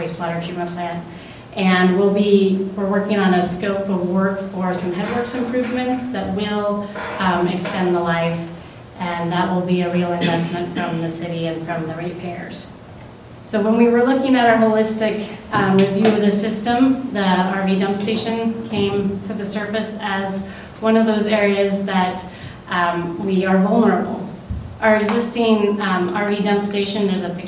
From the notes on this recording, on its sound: Live Recording of Astoria City Council, 11/5/18